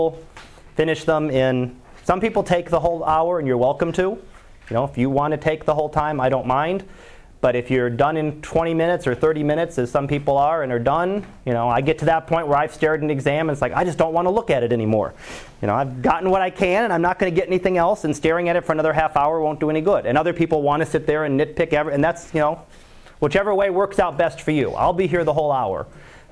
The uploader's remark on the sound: Live Class Lecture